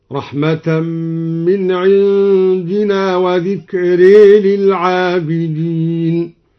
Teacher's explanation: قرأ الدوري بإمالة ذكرى